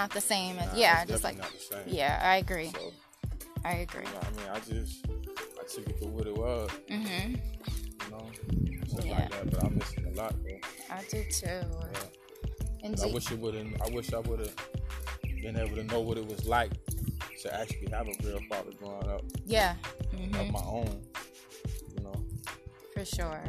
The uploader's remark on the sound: I wanted this podcast to be in the area where our Father lived. We took a walk around the neighborhood where our father grew up. You will hear us walking, the wind blowing, cars in the background and the sound of an ice cream truck.